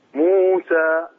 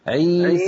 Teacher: لأنه مو حركتين، سا حركتين، صار المجموع أربعة · Term: أربع حركات